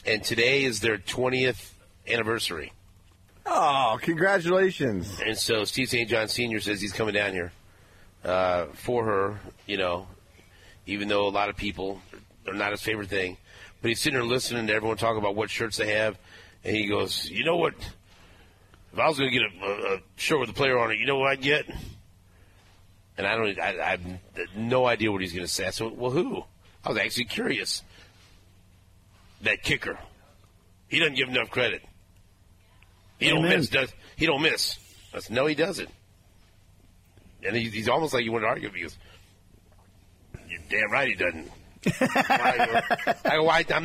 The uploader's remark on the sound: Super Bowl Parade Day. Broadcasting on location of the parade route.